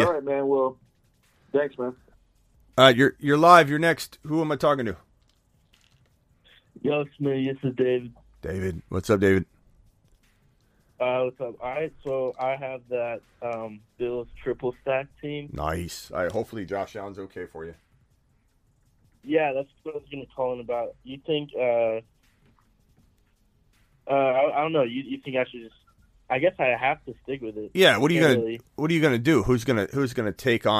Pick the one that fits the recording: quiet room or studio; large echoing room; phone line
phone line